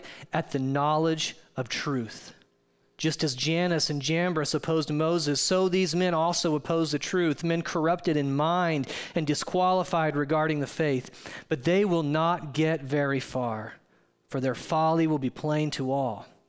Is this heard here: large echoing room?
yes